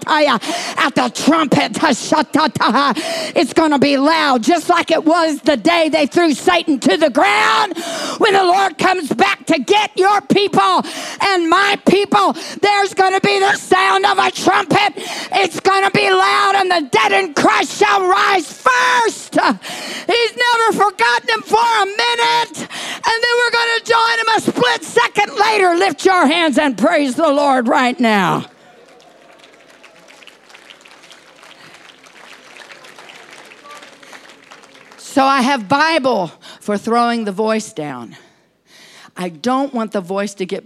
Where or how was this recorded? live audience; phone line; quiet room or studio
live audience